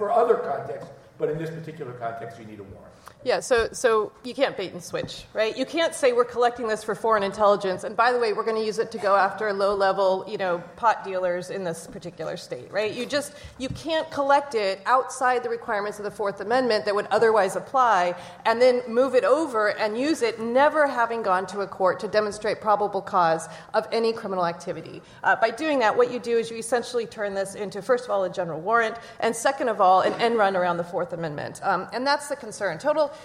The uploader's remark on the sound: LIVE from the Annual Conference